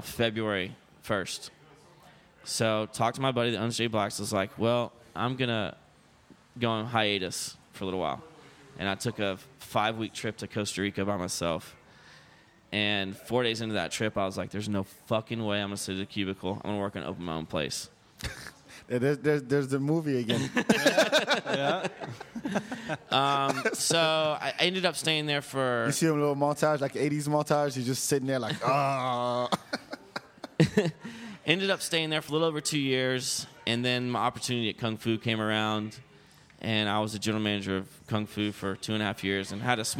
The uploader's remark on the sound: We recorded this episode at Bar 2211. By the way, we recorded this episode at Bar 2211.